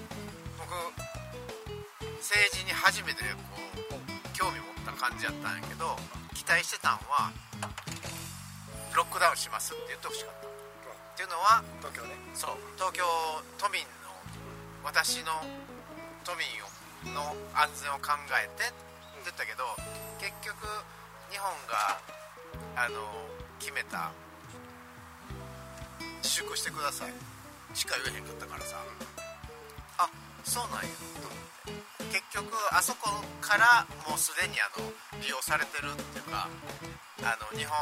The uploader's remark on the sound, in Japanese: 今回は雑音・雑談ひどいので